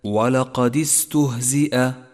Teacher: صفة الصفير والترقيق والهمس لحرف السين في كلمة استهزئ ولقد استهزئ، وحاذر من تفخيمه.